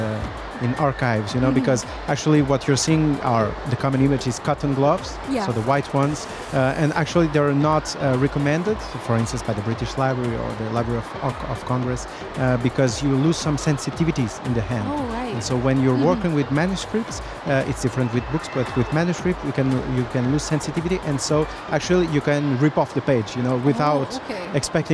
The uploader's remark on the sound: Live from SIBF 2023